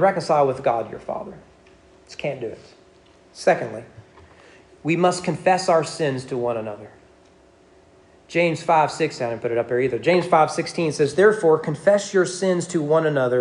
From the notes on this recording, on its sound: Sermon preached at East Frankfort Baptist Church at East Frankfort Baptist Church during morning worship.